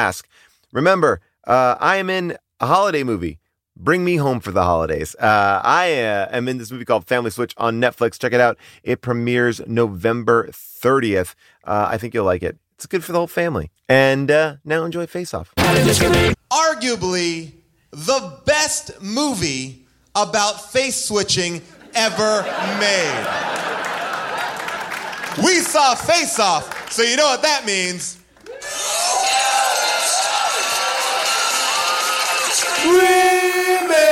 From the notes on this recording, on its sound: Face/Off LIVE! LIVE from Largo in Los Angeles.